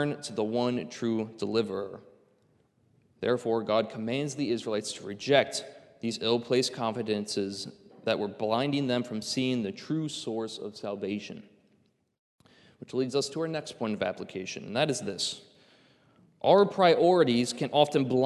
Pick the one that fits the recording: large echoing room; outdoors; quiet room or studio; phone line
large echoing room